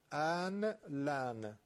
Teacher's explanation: نون ساکنش با لام لن رسیدن ادغام میشه، در لام میشه دونه لام مشدد فقط، نونم خونده نمیشه